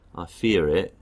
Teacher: I fear it, and I fear, and that R slowly disappears to fear, fear, I fear it. And so that fear has no R consonant quality, except when I add in a vowel, I might need to link it, and so I put the R back in